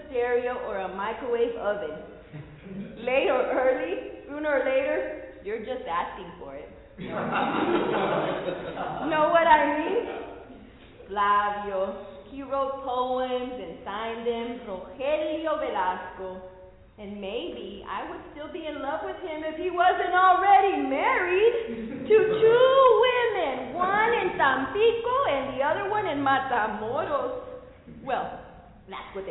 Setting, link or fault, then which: setting, busy venue